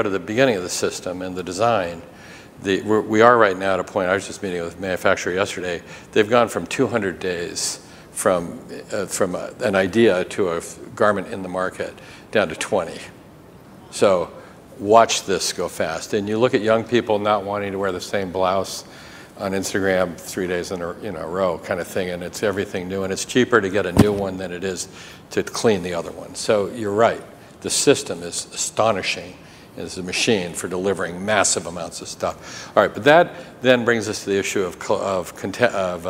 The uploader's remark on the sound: The best of live interviews from GreenBiz events.